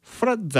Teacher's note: From の M の音っていうのが次の TH、ザの TH に負けてフラッザっていう風に感じでまあ聞こえてるんですよね